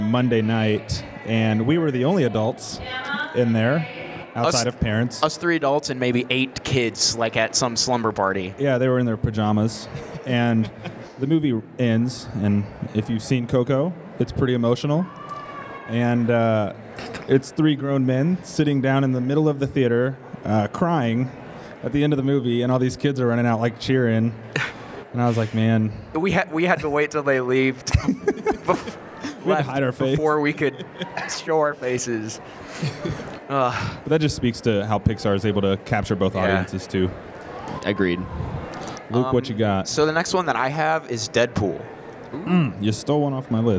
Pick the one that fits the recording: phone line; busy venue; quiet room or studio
busy venue